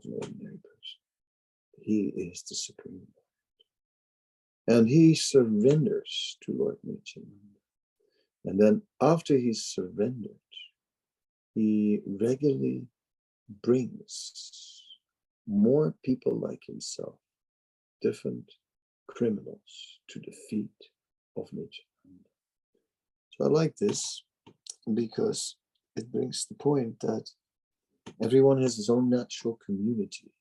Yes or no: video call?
yes